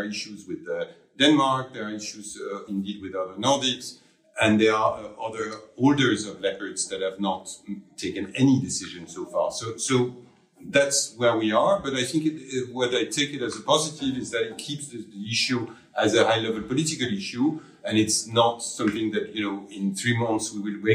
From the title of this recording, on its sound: Live from the Munich Security Conference